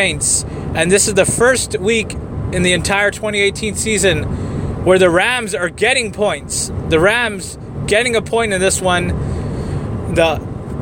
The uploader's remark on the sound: Live in the car in route to the Bay Area.